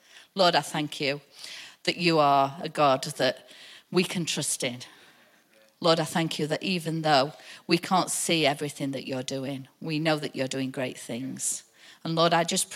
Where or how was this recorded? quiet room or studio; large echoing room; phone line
large echoing room